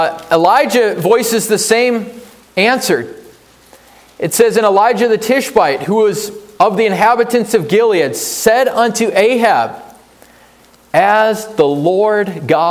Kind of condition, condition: setting, large echoing room